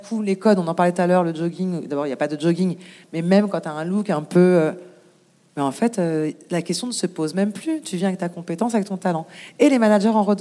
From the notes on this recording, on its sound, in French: Cet épisode a été enregistré en public. Cet enregistrement en public a été rendu possible grâce au soutien de L'Ascenseur , un collectif d'associations réunies sous un même toit pour oeuvrer à plus d'égalité des chances.